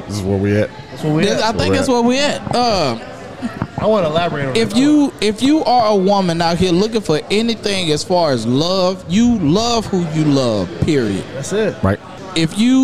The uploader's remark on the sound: Today we are live at The Casual Pit.